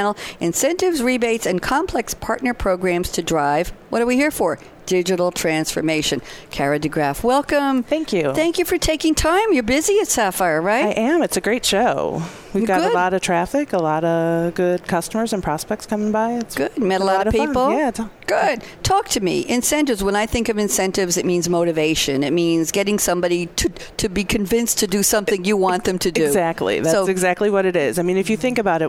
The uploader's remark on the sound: live at SAPPHIRE NOW 2017